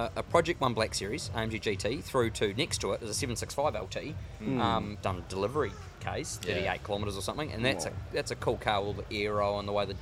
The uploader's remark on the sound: Coming to you LIVE from YTG Cars and Coffee! A new location filming live at our YTG Cars and Coffee event we held just a week ago, here at the showroom.